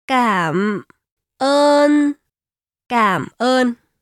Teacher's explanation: In the case of cảm ơn, which means thank you, the first tone is the broken falling tone. The second tone is the flat tone.